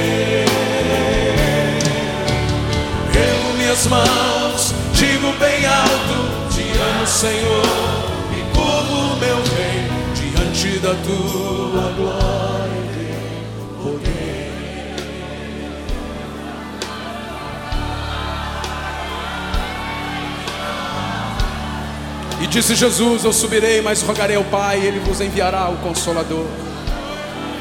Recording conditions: live audience